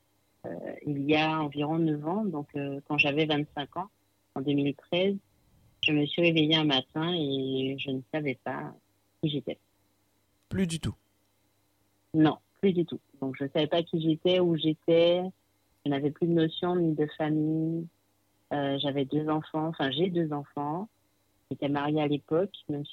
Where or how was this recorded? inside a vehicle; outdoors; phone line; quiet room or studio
phone line